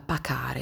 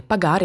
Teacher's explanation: Pagare deriva da pacare, solo che questa velare sorda k si è trasformata in velare sonora g. · Term: sonorizzazione